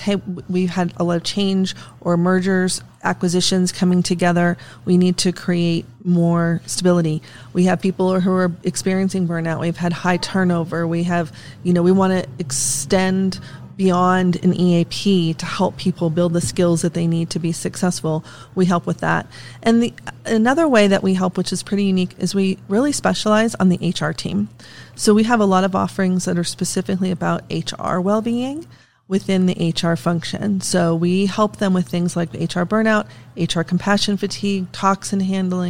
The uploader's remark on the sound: Live from SHRM Talent